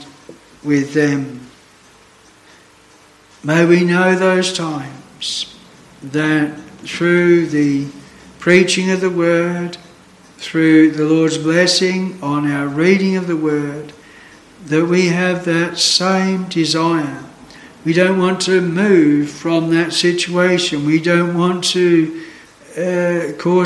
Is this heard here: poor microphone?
no